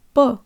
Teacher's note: The O is not stressed, and here it sounds like a schwa.